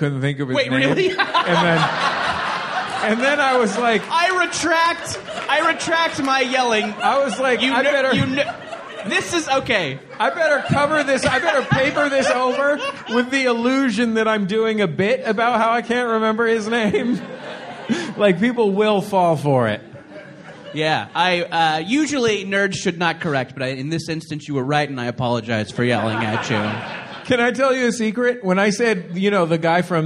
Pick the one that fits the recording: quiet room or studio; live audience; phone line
live audience